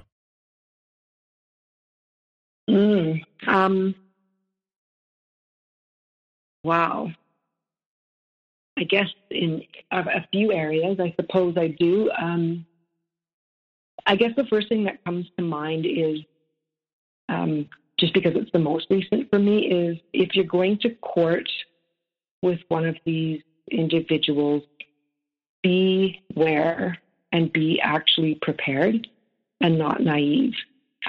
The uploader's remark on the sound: The sound on this episode changes dramatically as it's over two different calls and a few different devices.